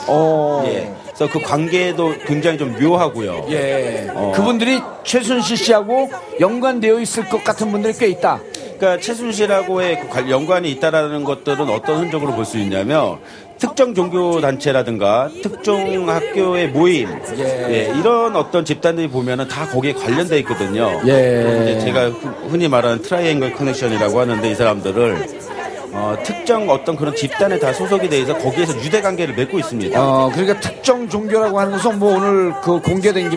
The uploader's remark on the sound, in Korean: 광화문 공개방송